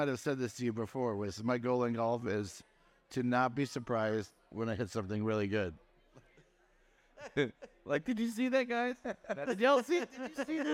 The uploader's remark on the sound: Recorded live from Bar City on Rock Boat XXIII.